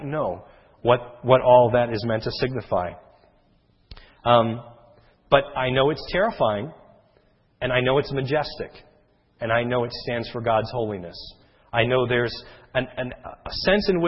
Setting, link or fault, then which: setting, large echoing room